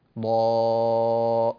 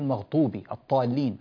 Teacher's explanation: والضاد نعطيها وضوحها وقوتها ولا نقلبها طاء · Shown in: first take